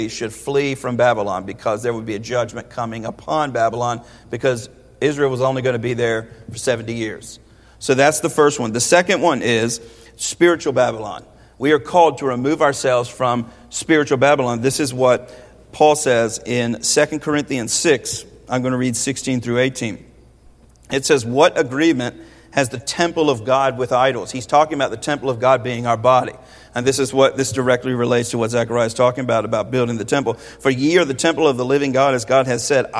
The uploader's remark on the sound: This is a sermon from Zechariah 2 preached 8/28/21 at Westerly Hills Baptist Church.